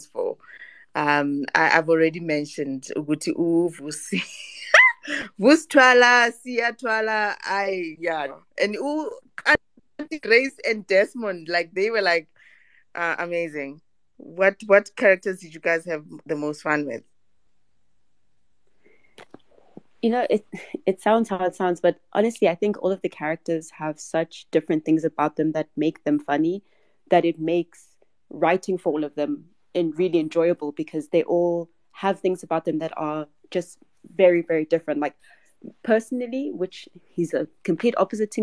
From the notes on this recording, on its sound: This is a recording of a live conversation I hosted on Twitter Spaces